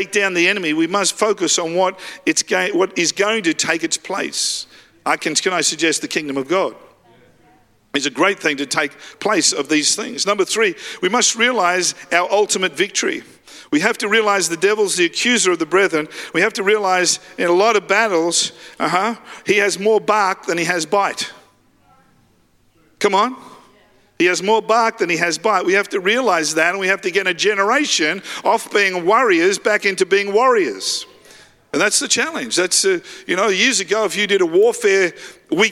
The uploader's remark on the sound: Live at Freshwater Church on Sunday the 19th of March 2023.